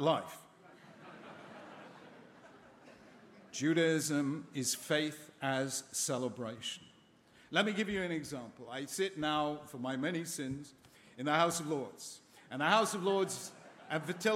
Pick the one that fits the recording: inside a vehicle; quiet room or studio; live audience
live audience